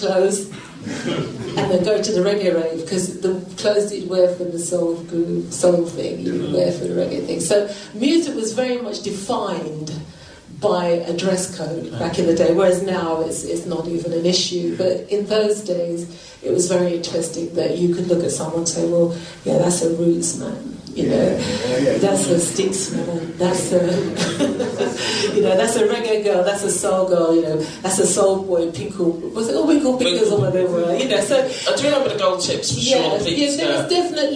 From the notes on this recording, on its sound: This recording was part of the Bass Rewind Session on the 12th February which took place at the Jamaican High Commission to coincide with Reggae Month.